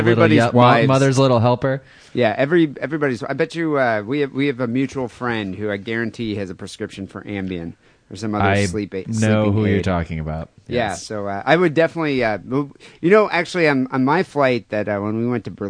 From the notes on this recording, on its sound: Phone calls and listener email.